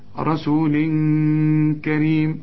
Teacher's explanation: تنوينه بعد كاف، الكاف من حرف الإخفاء، عايزين غنى هنا